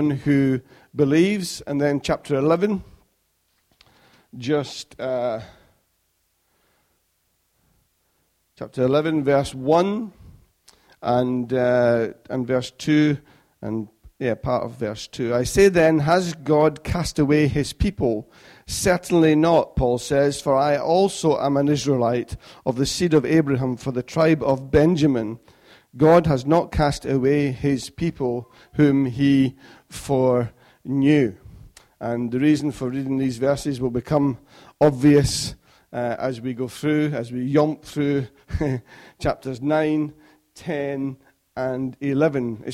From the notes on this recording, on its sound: Recorded at freedomcentre church, Preston on Sunday 21st February 2016